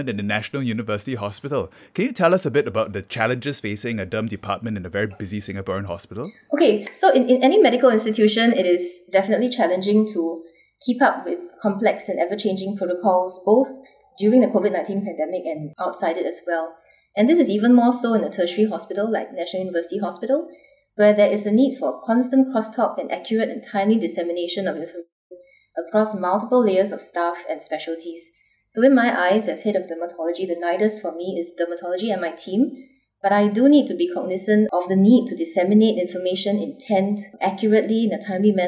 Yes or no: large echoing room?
no